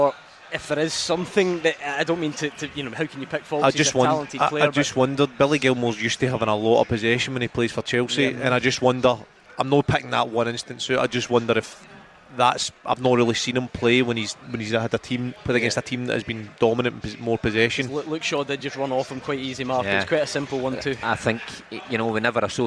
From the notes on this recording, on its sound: live from Scotland HQ at Drygate Brewery